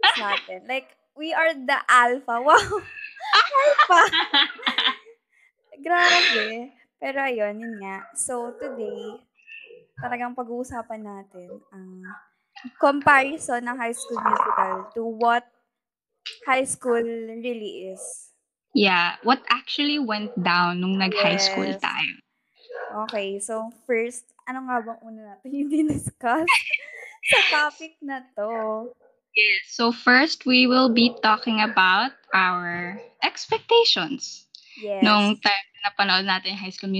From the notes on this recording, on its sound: Bear with us as our doggos refused to cooperate.